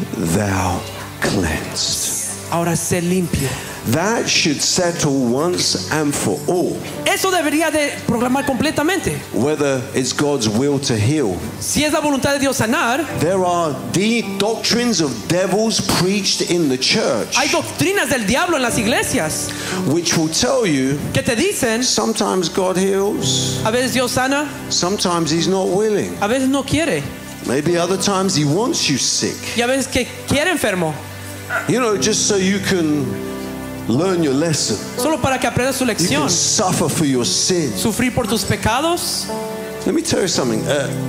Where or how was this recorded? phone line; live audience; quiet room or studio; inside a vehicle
live audience